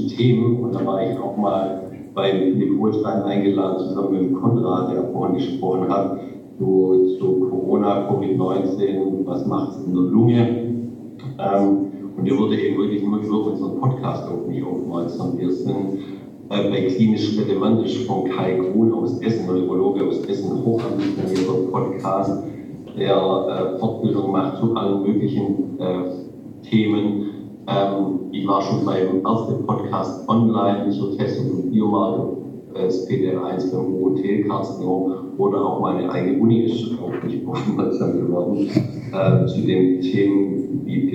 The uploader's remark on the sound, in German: Bei der diesjährigen Tagung der deutschen Gesellschaft für Pathologie. In Münster stattfand. In dieser Folge hört Ihr den Live-Mitschnitt von unserem Talk.